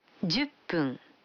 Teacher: когда фун добавляется к 10, дю, то произносится пун